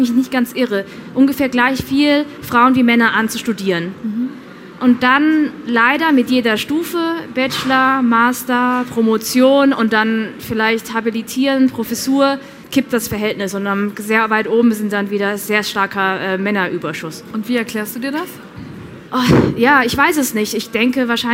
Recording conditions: live audience